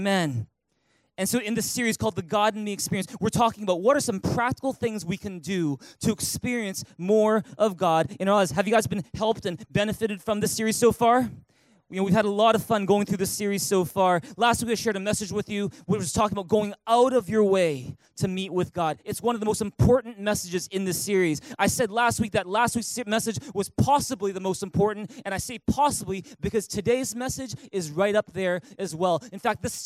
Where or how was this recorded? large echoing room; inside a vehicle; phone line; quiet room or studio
large echoing room